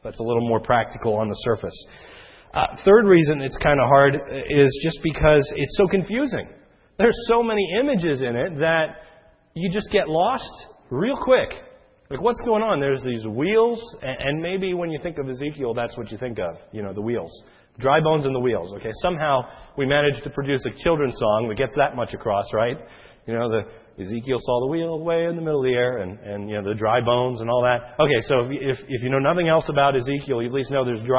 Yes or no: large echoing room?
yes